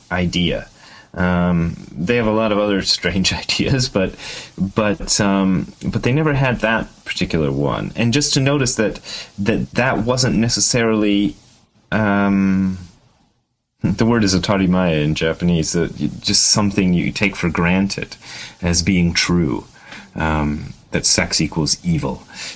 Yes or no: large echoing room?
no